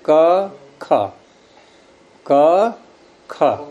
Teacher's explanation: तो इस तरह से यहाँ हमने जब क बोला तो आप देखो, क बोलते समय वायु को निकालने में या कोई आगे रुई या इत्यादि कागज रख के देखो कि कितना हिलता है वो, और ख बोलने में कितना हिलता है, अंतर दिखाई देगा। तो ख में वायु को हमने अधिक वेग से निकाला है। और यूं भी देखो कि क ख क ख, तो क में हमने जब चिपकाया गले के क्षेत्र को बंद किया तो जोर लगाया था या हल्केपन से किया, और ख में देखो इन दोनों में अंतर देखो क्या है।